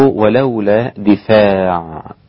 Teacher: بكسر الدال وفتح الفاء وألف بعدها، يعني كسر الدال يبقى دي وليس دا، وفتح الفاء يبقى فاء وليس دف هكذا.